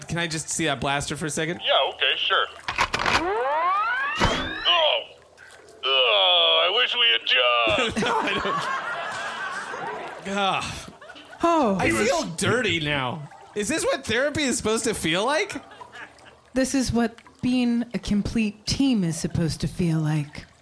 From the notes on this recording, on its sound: Recorded LIVE on 1/21/2018 at Caveat in New York City.